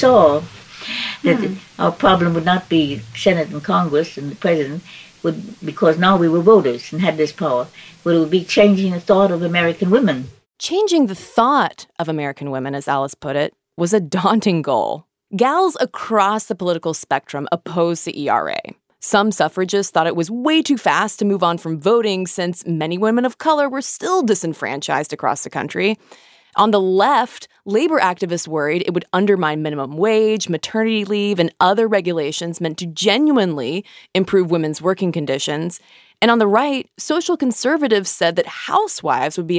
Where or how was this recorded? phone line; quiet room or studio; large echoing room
quiet room or studio